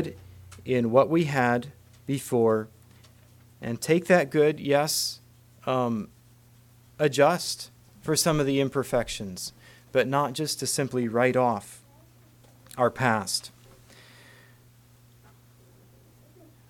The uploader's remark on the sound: Message preached at Word of Hope